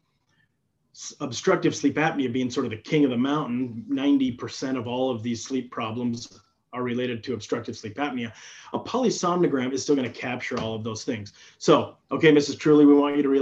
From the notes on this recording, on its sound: During this live interactive webinar